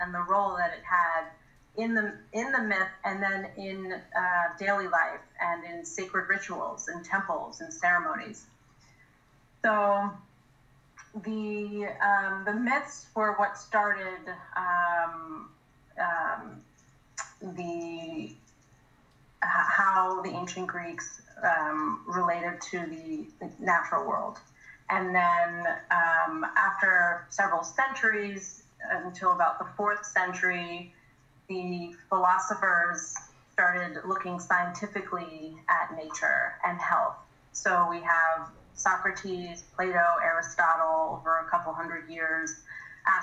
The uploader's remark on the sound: We&#8217;ve packed a lot into 38 minutes of Zooming. We’ve packed a lot into 38 minutes of Zooming.